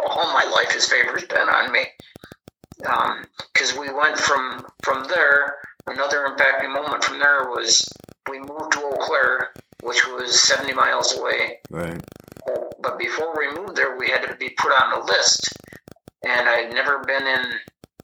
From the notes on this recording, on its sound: I apologize for the sound quality... it's worth listening to... just do your best to overlook the static on this episode and smile.